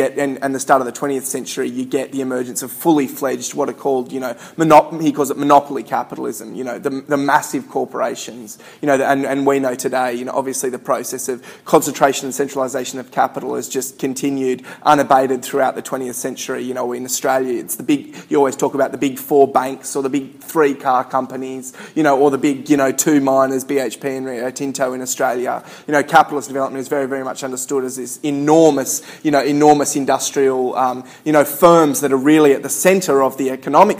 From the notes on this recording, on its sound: Recorded at a Solidarity meeting in August 2013.